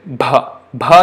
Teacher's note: Bha is aspirated, so this is only b.